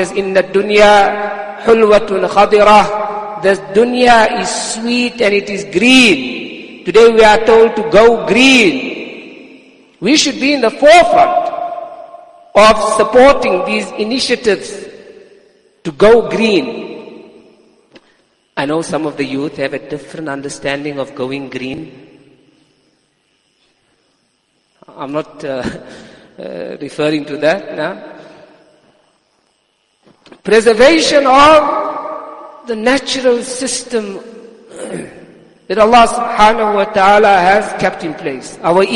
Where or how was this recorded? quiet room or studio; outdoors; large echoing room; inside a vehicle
large echoing room